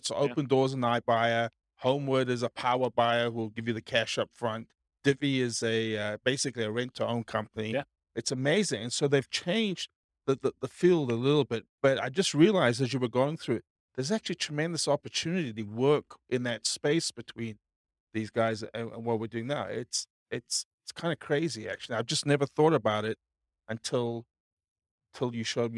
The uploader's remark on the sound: In Fullerton, California. This was a live class recorded.